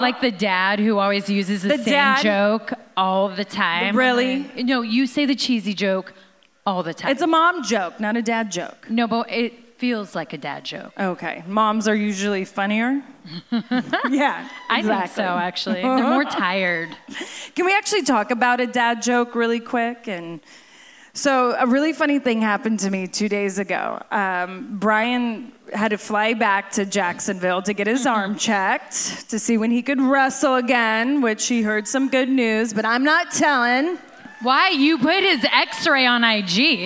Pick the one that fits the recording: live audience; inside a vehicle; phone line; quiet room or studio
live audience